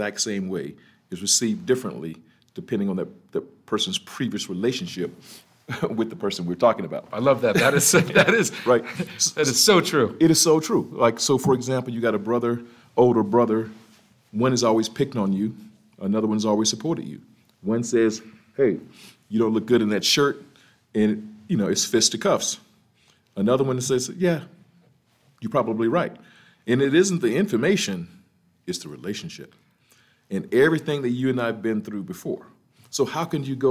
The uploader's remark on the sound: Recorded live at the Quartz Network HR Summit in Denver Colorado!